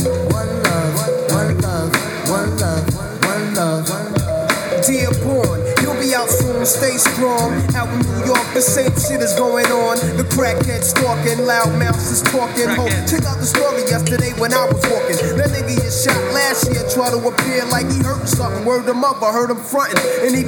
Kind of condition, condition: setting, busy venue